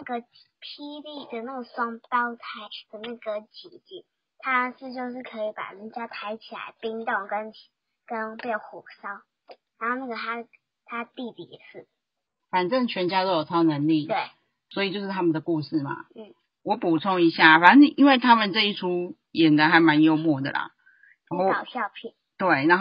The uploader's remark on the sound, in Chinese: 一切都是因為 PXhome不到貨惹的禍。我們的遠距錄音因為麥克風還不到一直被delay。